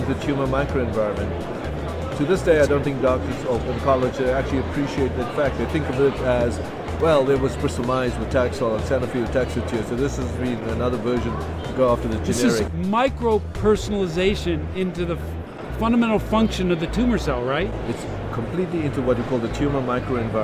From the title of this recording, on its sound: LIVE from #HiMSS16